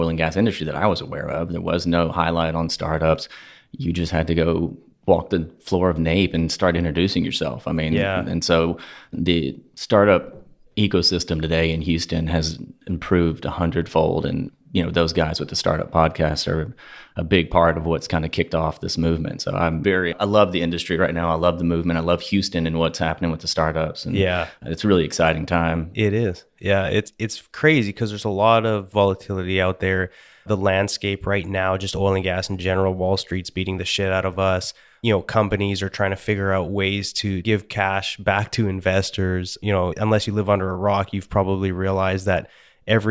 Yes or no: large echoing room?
no